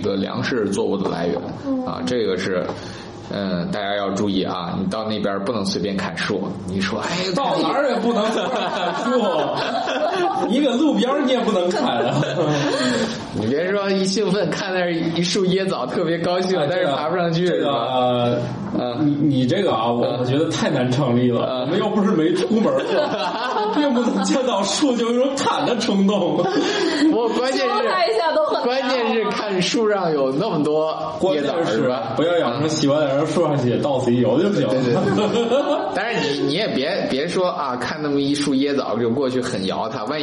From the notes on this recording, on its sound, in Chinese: 本期节目在玉米实验室的办公区用录音笔录制，可能有街道上的杂音，请见谅。